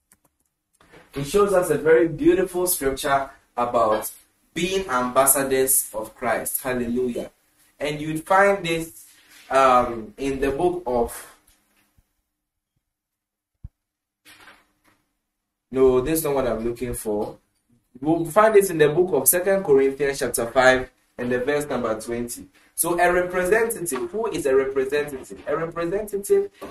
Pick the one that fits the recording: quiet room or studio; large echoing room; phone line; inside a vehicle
large echoing room